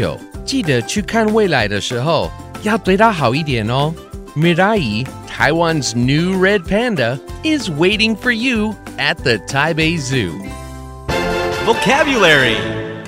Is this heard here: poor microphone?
no